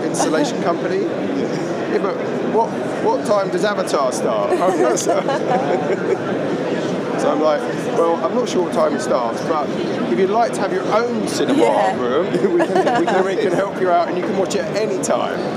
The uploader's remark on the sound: Recorded live from the ISE annual conference in Barcelona.